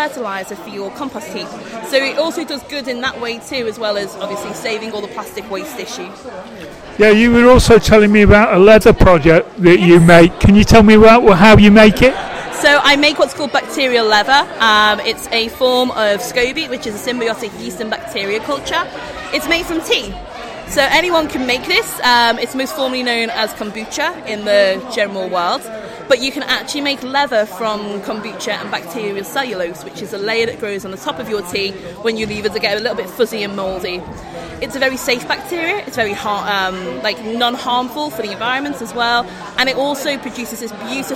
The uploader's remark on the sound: recorded at Liverpool Makefest 2018